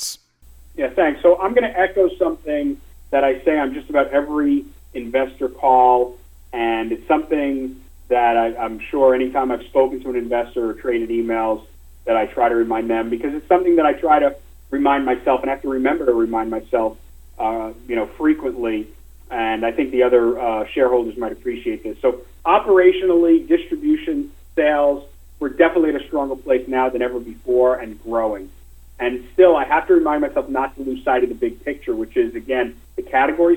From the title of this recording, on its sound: Nightfood Investor Conference Call for October 28, 2020 (NGTF)